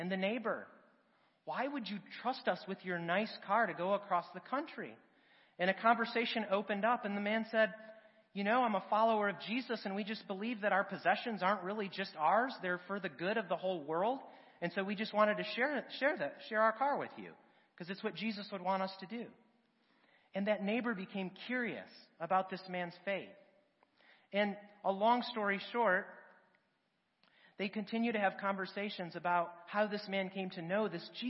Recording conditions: large echoing room